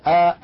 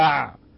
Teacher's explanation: الهمزة من أقصى الحلق والعين من وسط الحلق